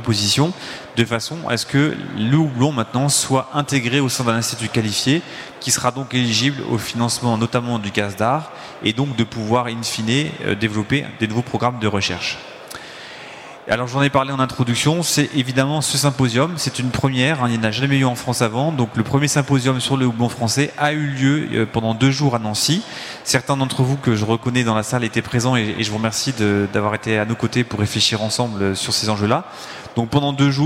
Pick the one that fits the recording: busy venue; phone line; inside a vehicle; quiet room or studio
busy venue